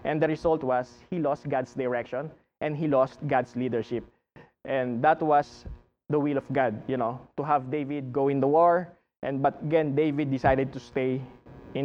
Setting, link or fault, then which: setting, large echoing room